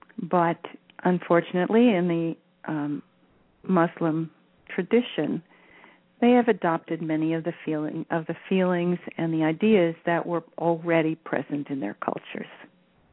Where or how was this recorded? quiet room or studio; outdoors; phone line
phone line